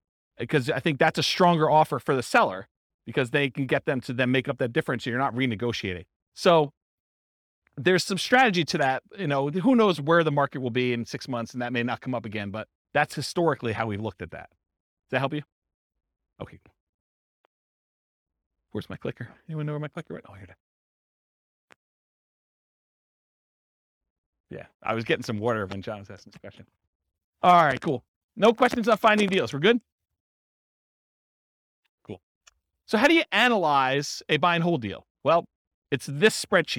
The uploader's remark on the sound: This was a live class recorded